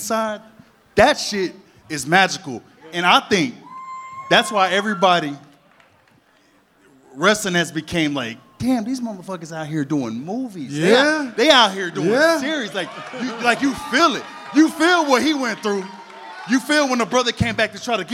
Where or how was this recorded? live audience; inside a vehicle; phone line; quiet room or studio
live audience